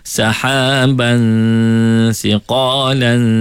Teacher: Pada perkataan sahaban atas ba tu kita akan nampak baris dua yang tak sama panjang. Dekat situ kena baca dengung dua harakat